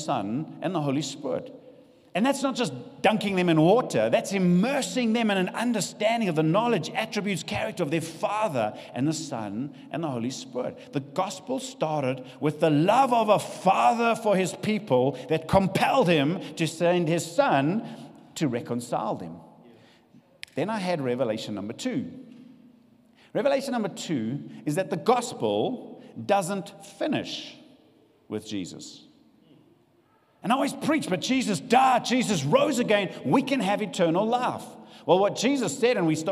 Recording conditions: live audience